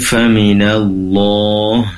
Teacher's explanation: di sini tentunya ada lafzul jalalah lam yang dibaca tebal ya, maka perlu dipertebal kembali, tadi kurang begitu terasa atau kurang naik tebalnya.